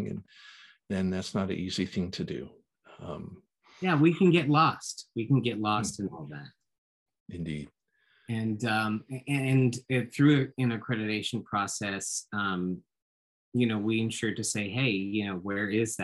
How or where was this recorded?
video call